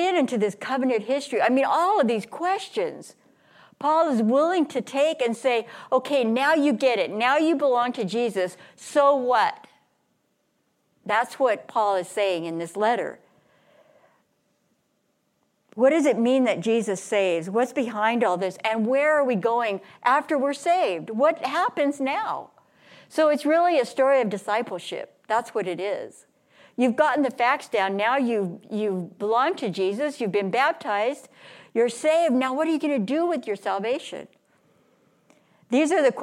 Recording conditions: large echoing room